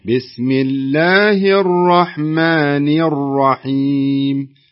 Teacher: اكسري النون في الرحمن ها